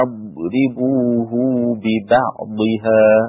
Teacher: ويصل هاء مفرد الضمير الغائب